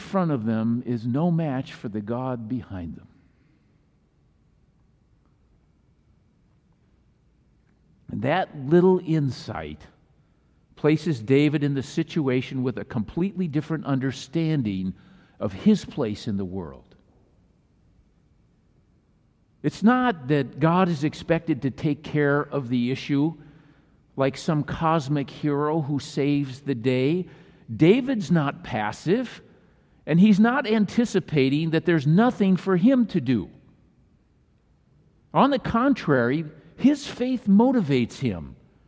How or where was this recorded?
large echoing room